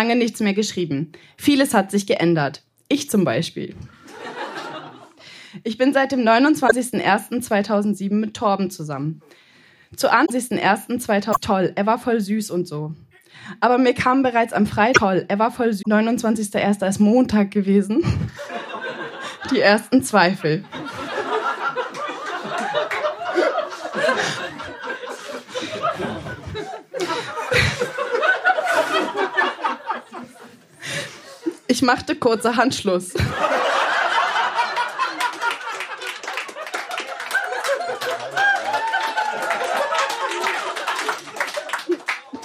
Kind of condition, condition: setting, live audience